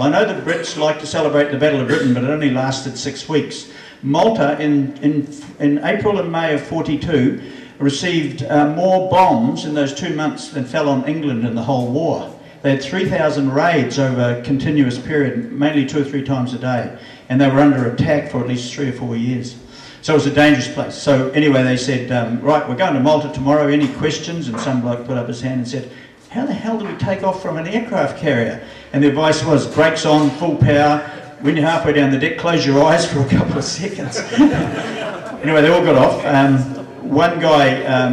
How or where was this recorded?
busy venue